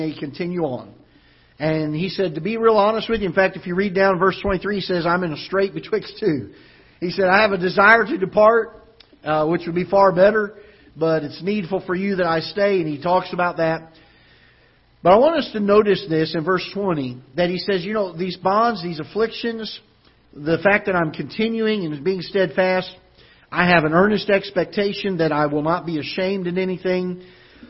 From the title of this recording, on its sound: Ketha Heights Baptist Church ~ Live Broadcast